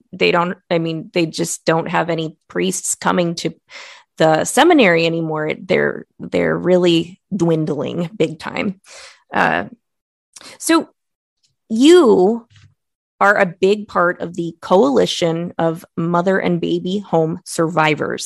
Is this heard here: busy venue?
no